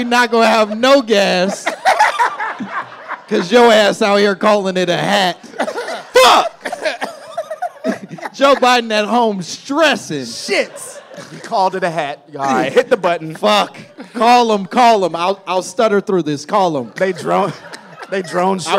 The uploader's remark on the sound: My Momma Told Me Live from LA!